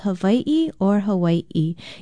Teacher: It should be spelled with an okina or glottal stop between the two letters I and pronounced either as Hawaii or Hawaii.